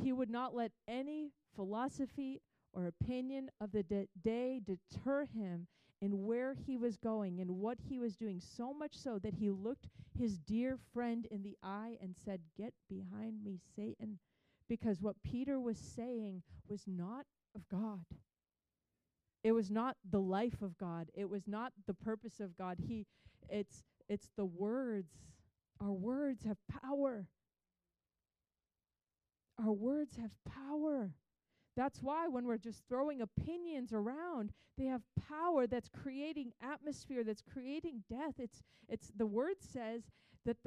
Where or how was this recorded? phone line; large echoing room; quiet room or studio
large echoing room